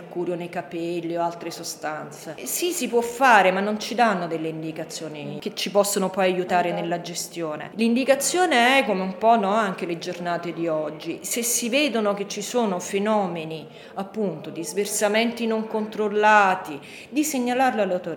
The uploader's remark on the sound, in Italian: Registrato durante il convegno: “Crimini, danni e lotte ambientali - storie e voci dal vallo di diano”.